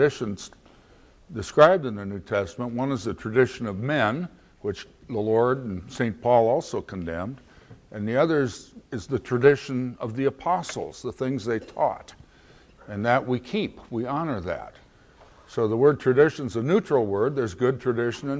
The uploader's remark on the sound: at the 2009 Conference on Missions and Evangelism of the Antiochian Orthodox Christian Archdiocese of North America